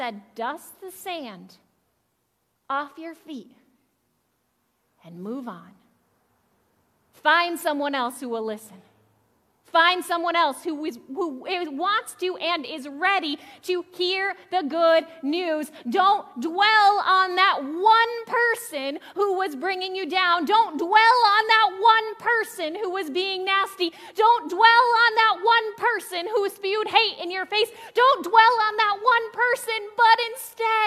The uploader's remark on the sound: Audio from July 3rd worship. Zion United Church of Christ.